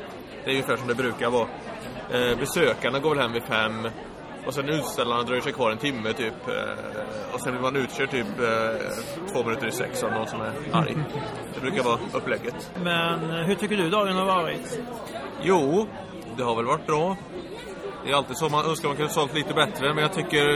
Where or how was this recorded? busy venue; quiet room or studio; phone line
busy venue